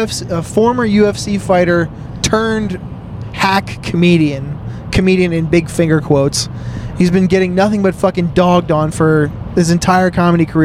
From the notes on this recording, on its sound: Road pod. On the way home FROM Are You Garbage live at Magooby's (Baltimore).